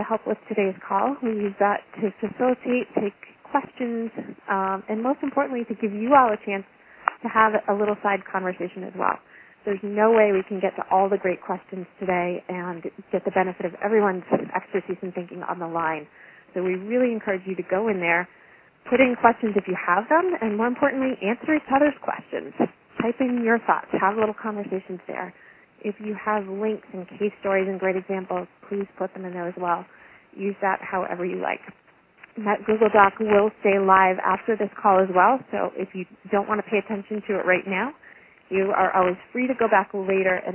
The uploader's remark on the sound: Call recorded on September 13, 2012.